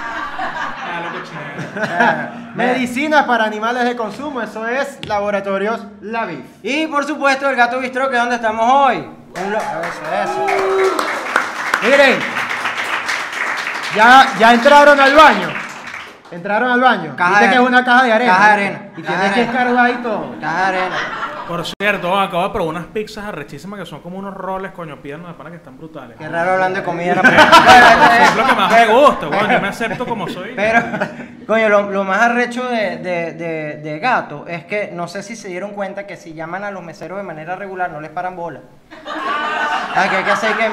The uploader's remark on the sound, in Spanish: EPISODIO EN VIVO